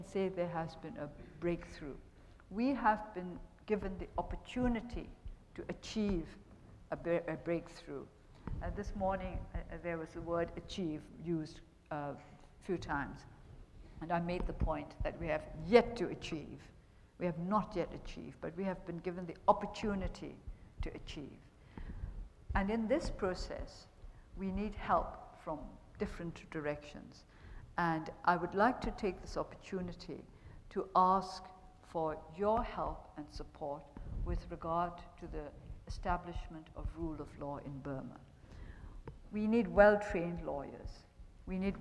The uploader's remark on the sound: The Chubb Lecture 2012